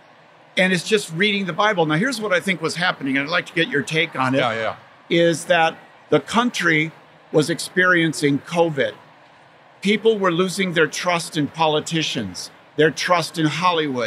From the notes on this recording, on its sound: recorded at the SEEK24 conference this past January.